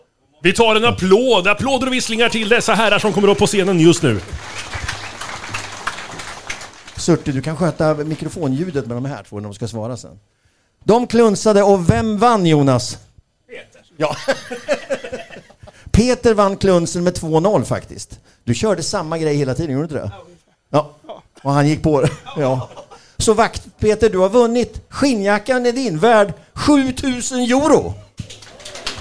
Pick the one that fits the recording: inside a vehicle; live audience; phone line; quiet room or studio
live audience